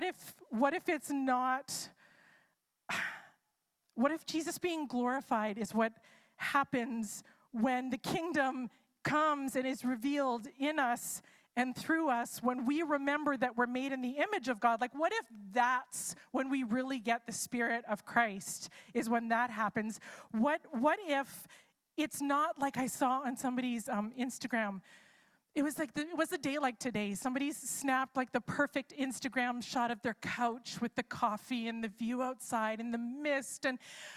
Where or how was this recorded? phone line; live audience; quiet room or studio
live audience